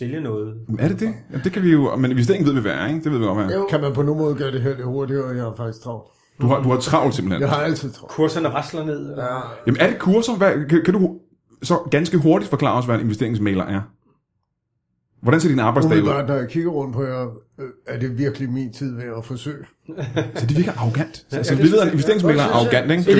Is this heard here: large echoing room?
no